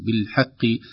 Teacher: وسنلاحظ أيضا أن القاف ضعيفة عن مرتبة القاف المفتوحة والمضمومة لأنها مكسورة. بالحق لا تكلف نفسك تقول بالحق أو بالحق هكذا، تكلف نفسك وتفتي، لأن القاف من الحروف التي يطرأ عليها التفخيم النسبي حسب حركتها، أعلاها المفتوح ثم المضموم ثم المكسور.